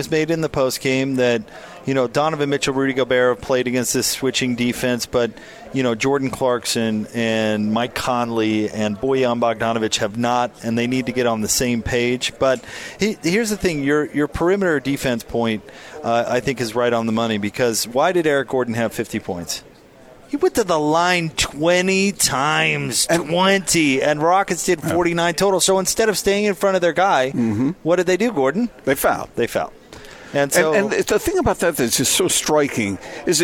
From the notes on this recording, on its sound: LIVE at Roots Tech genealogy conference